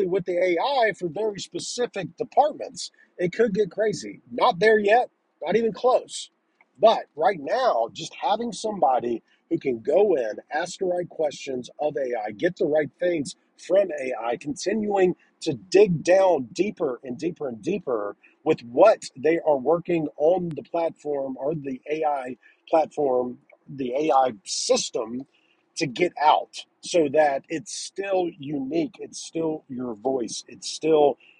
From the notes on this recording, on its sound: This is a business in the car episode